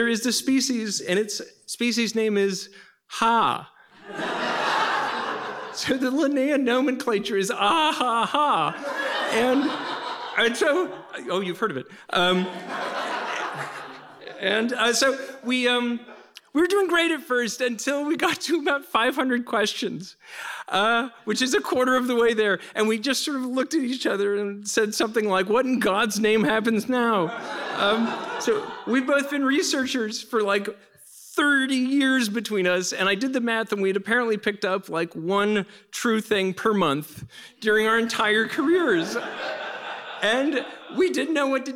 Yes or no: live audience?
yes